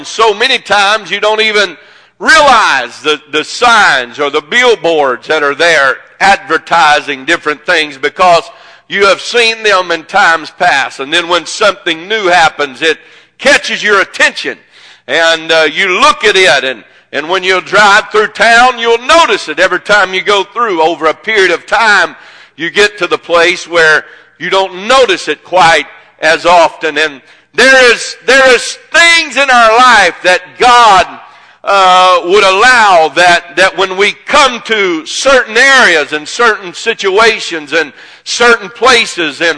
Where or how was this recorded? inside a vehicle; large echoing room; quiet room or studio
large echoing room